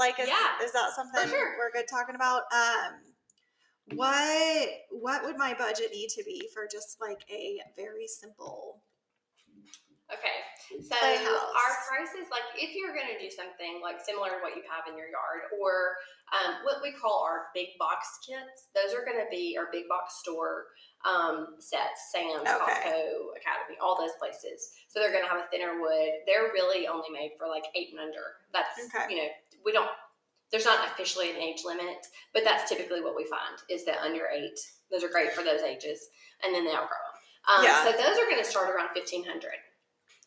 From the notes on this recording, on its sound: Disclaimer* every now and then technology gets the best of us. Unfortunately the sound quality of this episode is a bit uneven.